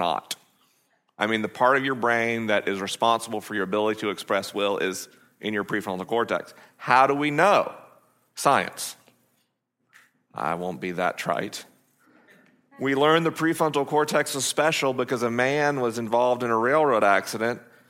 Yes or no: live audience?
yes